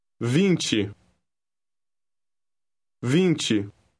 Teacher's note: The letter combination T-E is pronounced chi, similar to the beginning of the word chin.